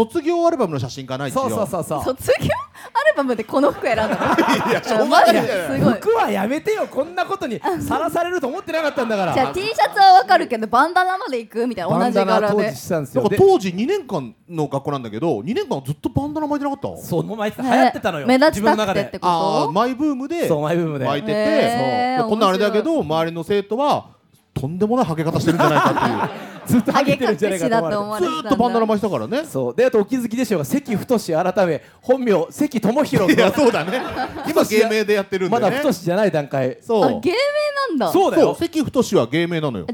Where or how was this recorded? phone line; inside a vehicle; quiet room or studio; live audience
live audience